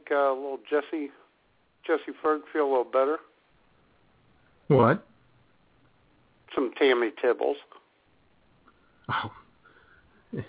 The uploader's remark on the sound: your phone calls as IWS Radio broadcasts LIVE from The Love Shack